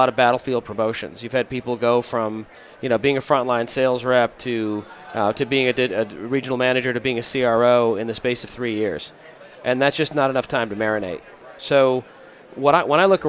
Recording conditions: busy venue